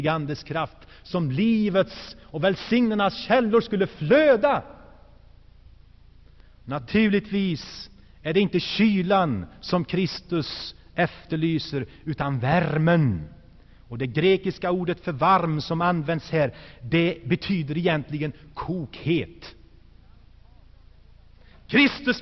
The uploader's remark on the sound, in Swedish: Inspelad i Saronkyrkan, G&#246;teborg 1985-01-20.